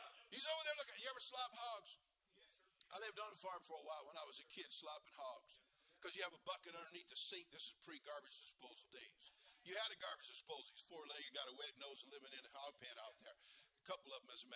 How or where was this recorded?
large echoing room